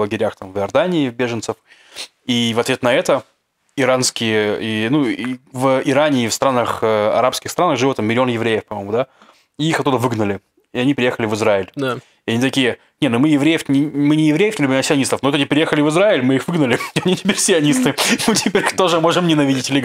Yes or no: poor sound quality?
no